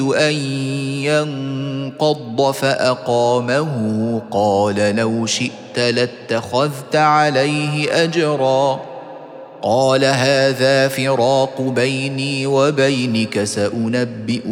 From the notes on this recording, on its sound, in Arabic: سورة الكهف مسجلة في مسجد فاون - بكندا.